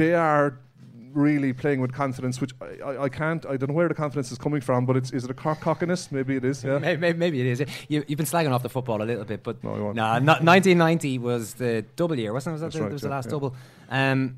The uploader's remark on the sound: Live From Whiddy Island. Our beautiful al fresco breakfast. To all of our listeners who came over, to the community on Whiddy Island.